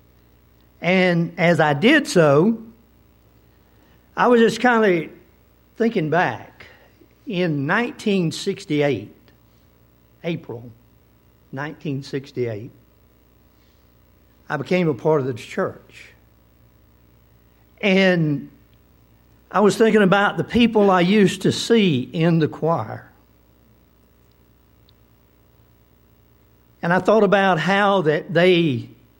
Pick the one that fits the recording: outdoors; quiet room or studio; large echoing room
large echoing room